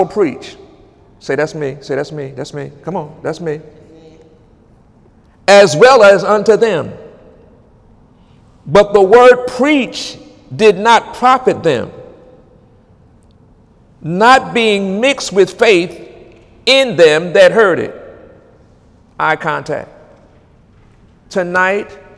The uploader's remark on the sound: During Wednesday night service on October 11, 2017